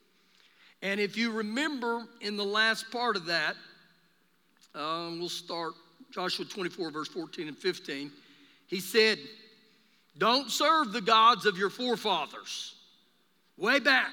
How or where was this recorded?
large echoing room